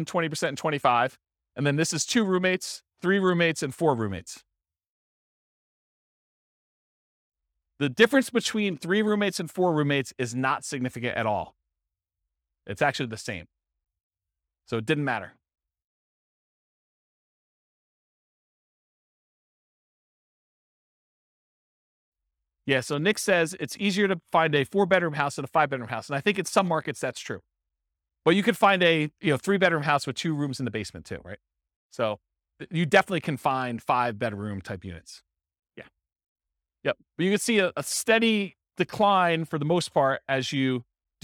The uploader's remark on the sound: This was a live class recorded